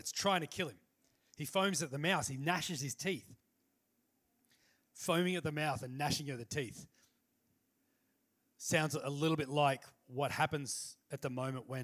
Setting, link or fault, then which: setting, large echoing room